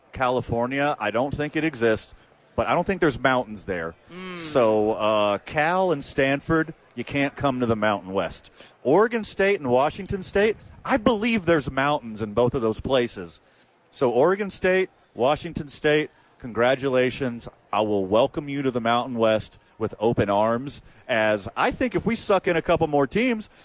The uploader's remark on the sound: live from Isotopes park.